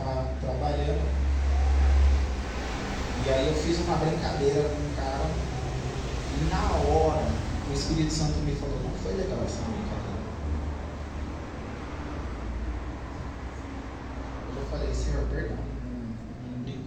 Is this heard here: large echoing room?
yes